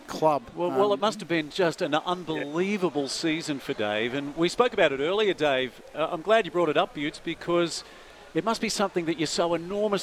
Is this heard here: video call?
no